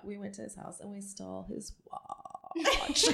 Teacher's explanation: That is some extremely deep vocal fry